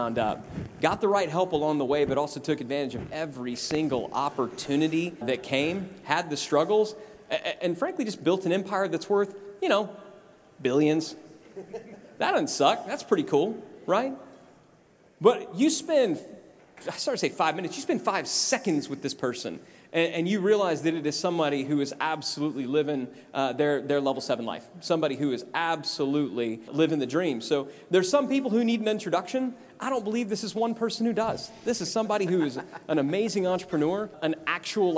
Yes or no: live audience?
yes